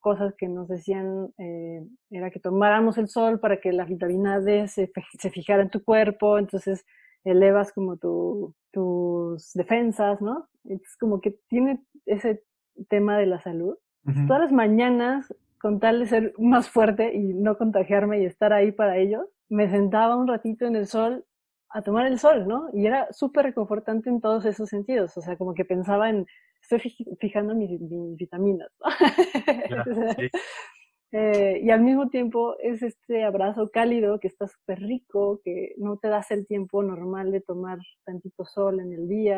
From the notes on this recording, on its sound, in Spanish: Durante el confinamiento del 2020. Una entrevista vía zoom.